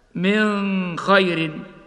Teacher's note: يخفي النون الساكنة قبل الخاء مع بقاء الغنة هكذا من خير، وهكذا.